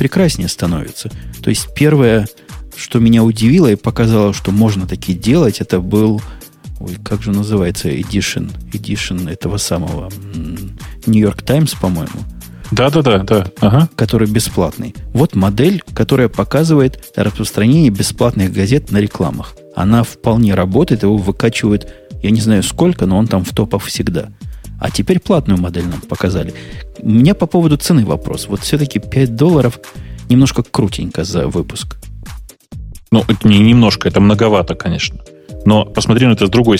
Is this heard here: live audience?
no